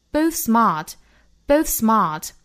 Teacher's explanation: 舌头不用真正的出来让向下齿咬住，而是摆出这样一个想出来但是又没出来的一个口型，直接被这后面的 s 给顶住了。 Both smart, both, both, both smart,这属于同化音的现象。